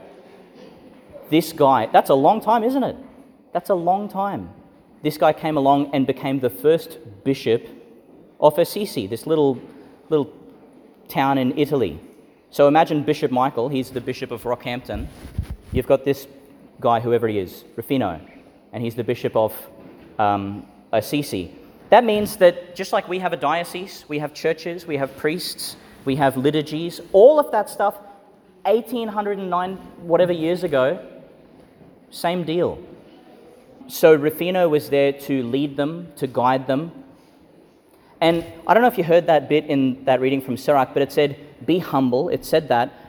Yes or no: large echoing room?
yes